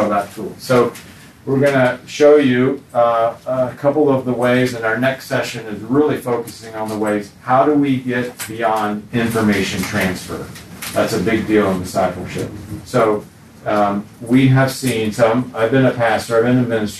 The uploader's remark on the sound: recorded at the National Disciple Making Forum